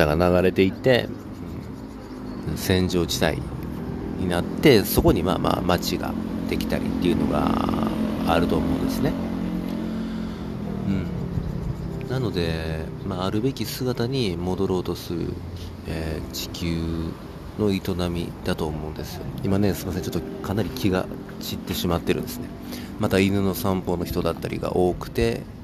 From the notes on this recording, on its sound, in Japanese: 朝の公園を生活圏にしている犬の散歩や卑猥な体操をする爺さん婆さんや徘徊する老人、そして適度な雑踏のなかポッドキャストを録音したくて右往左往する僕。